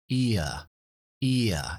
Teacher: Es muy importante cuando pronunciáis los diptongos que claramente se escucha ia, ia, ese movimiento de tonalidad de un sonido a otro sin tener hueco entre ellos